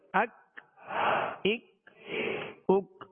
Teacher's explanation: یہ ڈنڈی والا کاف تھا جو باریک پڑھا جاتا ہے اور اس میں قلقلہ نہیں کریں گے